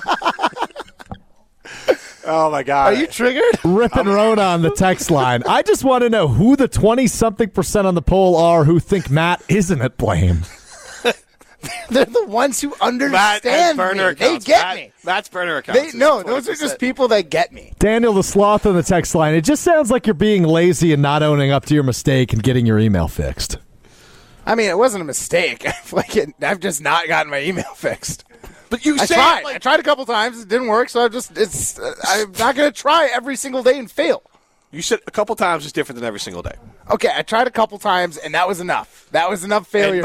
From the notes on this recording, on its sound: live at Maple Bluff Country Club